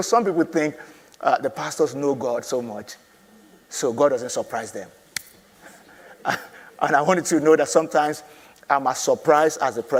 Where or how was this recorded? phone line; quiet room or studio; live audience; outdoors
live audience